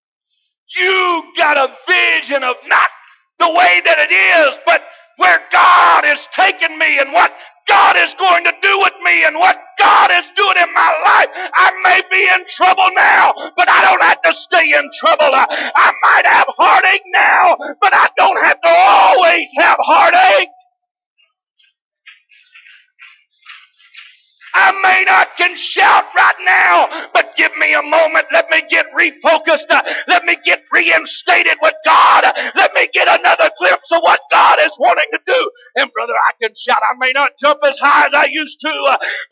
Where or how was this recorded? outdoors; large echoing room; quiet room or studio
large echoing room